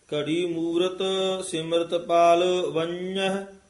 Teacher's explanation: ਪਾਲ ਵੰਜਹ ਜੀਵਨ ਸਫਲ ਤਿਥਾਈ ਜੀਉ ਘੜੀ ਮੂਰਤ ਸਿਮਰਤ ਪਾਲ ਵੰਜਹ ਨਿਆ ਵੀ ਹੈਗਾ ਤੇ ਉੱਤੇ ਟਿੱਪੀ ਵੀ ਲੱਗੀ ਹੈ ਯਾਨੀ ਨਾਸਕੀ ਉਚਾਰਨ ਇਸ ਨੂੰ ਕਰਨਾ ਹੈ